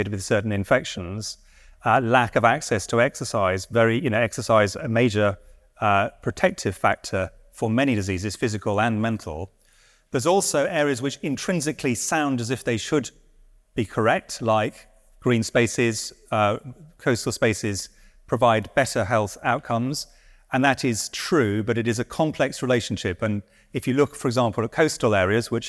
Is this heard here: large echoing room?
yes